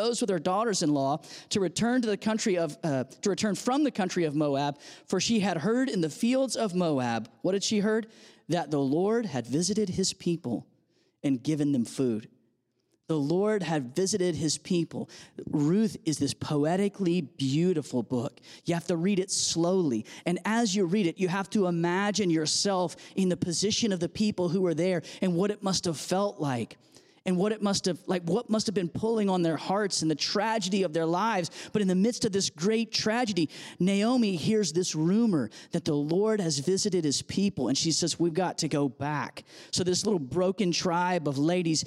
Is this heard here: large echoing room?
yes